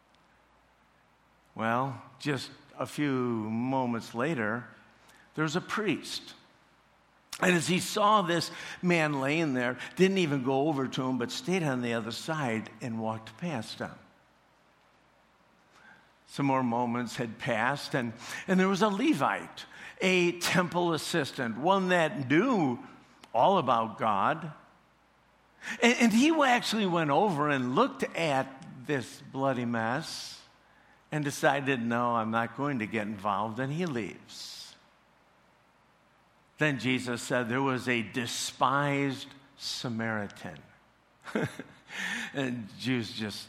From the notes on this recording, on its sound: Preached this sermon at CrossPoint Church.